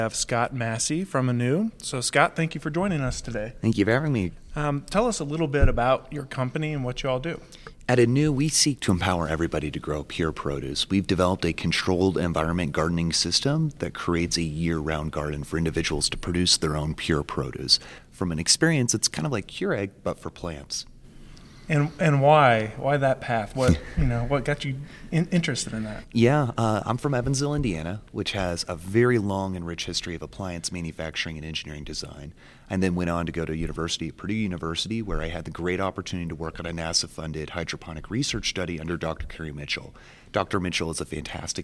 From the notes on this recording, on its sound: Recorded in Salt Lake City, Utah, at the 2024 American Farm Bureau Federation National Convention.